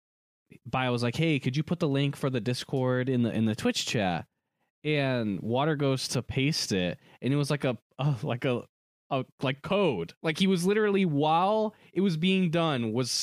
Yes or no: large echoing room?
no